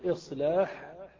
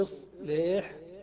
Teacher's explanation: تقول إصلاح بألف خالصة أو إصليح بالإمالة